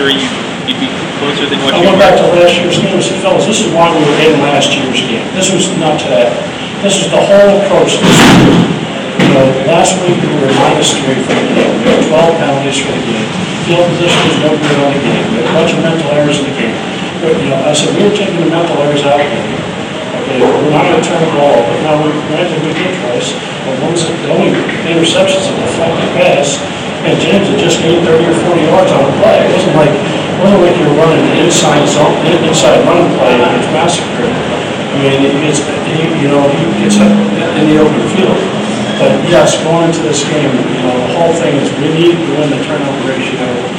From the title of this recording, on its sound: Press Conferences & Post-Game Interviews